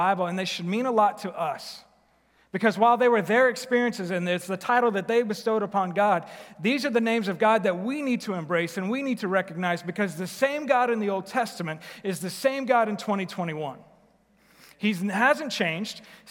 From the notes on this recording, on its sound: Recorded live at The Fellowship at Two Rivers